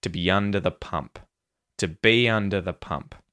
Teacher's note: you'll definitely hear under and pump being stressed.